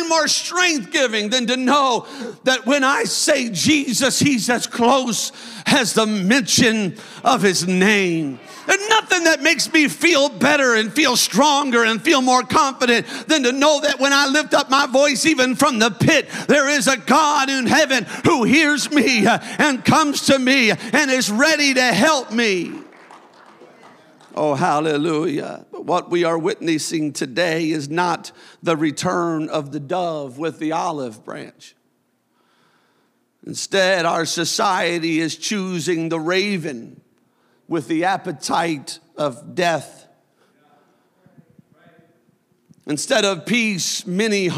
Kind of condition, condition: setting, large echoing room